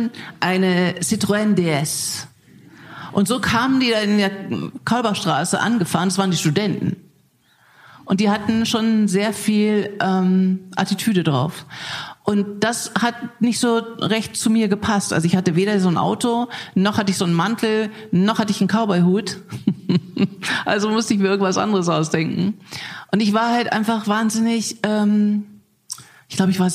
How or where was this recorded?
live audience